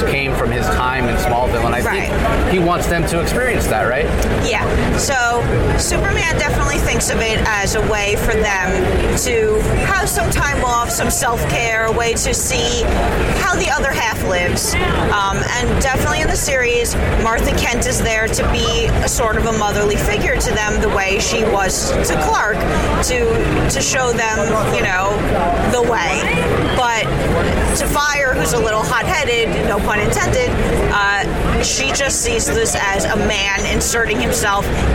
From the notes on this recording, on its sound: LIVE from SDCC ’23